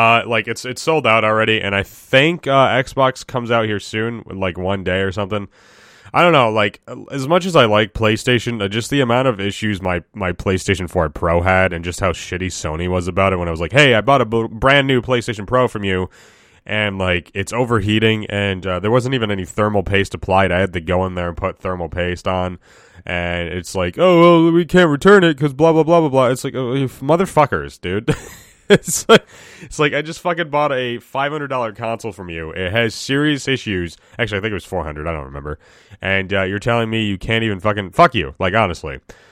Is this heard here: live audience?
no